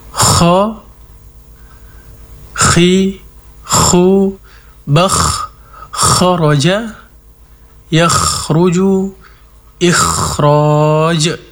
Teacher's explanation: Jelas sifat isti'la'nya, kemudian alirkan nafas dan suara, sifat hamas dan rukhawanya.